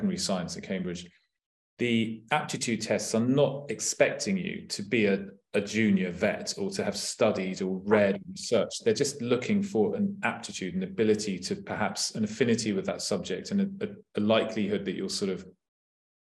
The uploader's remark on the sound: This is a recording from our webinar, 'UCAS Applications Advice'.